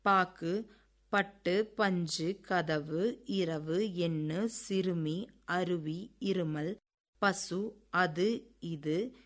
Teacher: இடம் இளமை ஆகிய சொற்களில் வரும் இகரம் போல் இதழ் குவியாத மேல் இடை உயிர் உயிராகவே இச்சொற்களில் வரும் உகரமும் ஒலிக்கப்படுகின்றது. தற்கால தமிழில் சொல் இடையிலும் இறுதியிலும் வரும் உகரம் பெரிதும் இதழ் குவியாமலே உச்சரிக்கப்படுகின்றது